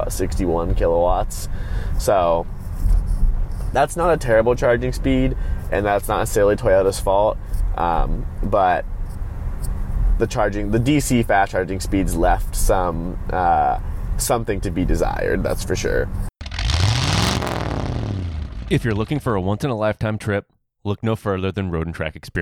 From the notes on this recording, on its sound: a live drive review